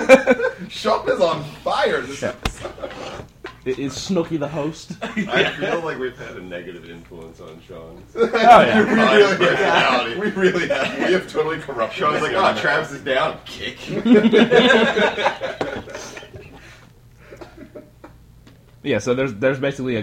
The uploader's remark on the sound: Live From A Saturday Night In Glens Falls, NY